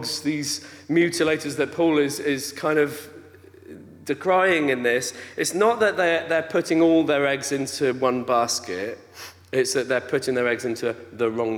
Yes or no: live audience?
yes